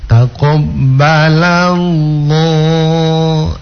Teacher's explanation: lam yang pertama sebelum lam pada kata Allah itu tipis